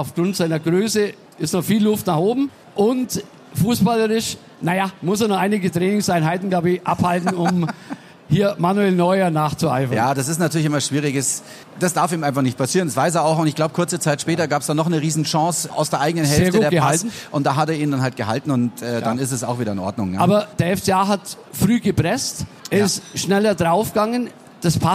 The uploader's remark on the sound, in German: Live von der Afa in Augsburg.